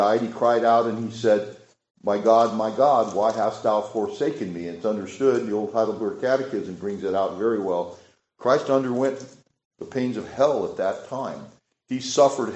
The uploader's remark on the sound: This sermon was preached at Richland Associate Reformed Presbyterian Church.